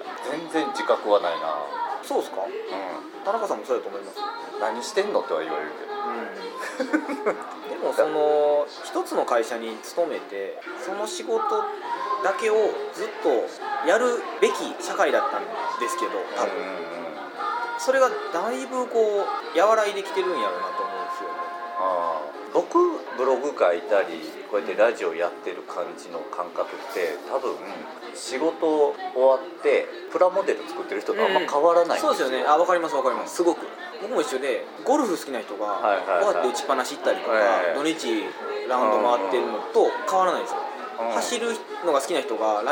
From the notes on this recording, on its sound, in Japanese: ビジネスサロンでの収録なので周りガヤガヤしています。